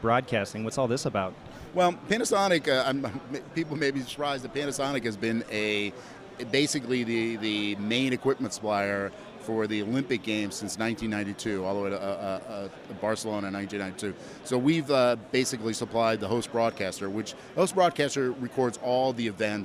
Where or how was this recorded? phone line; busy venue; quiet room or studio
busy venue